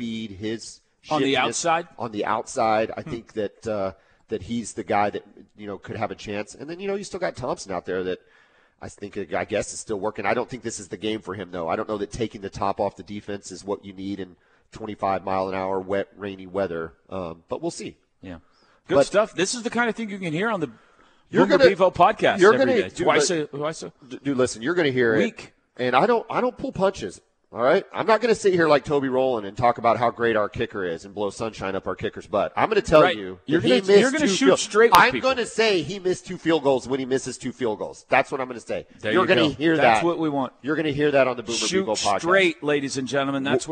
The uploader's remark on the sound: LIVE FROM BROWN OHAVER